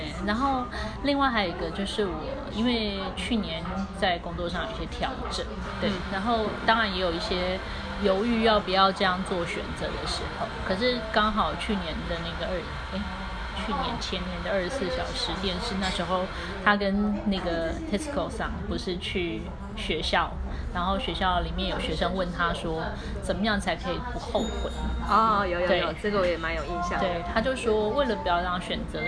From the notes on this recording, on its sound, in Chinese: 粗暴收音#背景吵雜